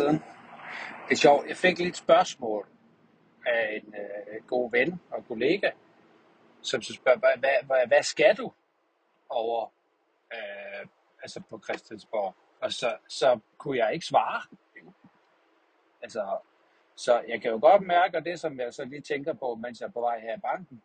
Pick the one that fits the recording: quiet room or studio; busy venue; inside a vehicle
inside a vehicle